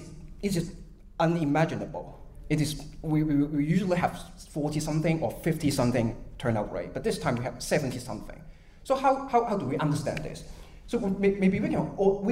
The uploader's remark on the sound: A live recording after a screening of Ten Years.